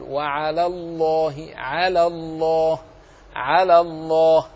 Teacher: فيخاف أن تنجذب المرققة إلى المفخمة فتقول وعلى الله، وهذا خطأ، يجب أن تخلص الترقيق للام الأولى